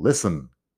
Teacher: la T en listen no suena · Term: la T no suena